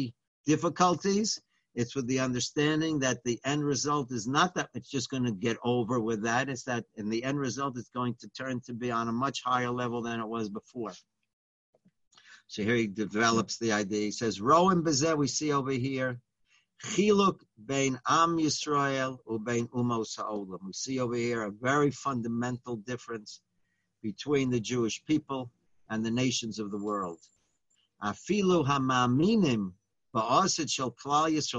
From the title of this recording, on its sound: Live On Zoom: 7-6-2020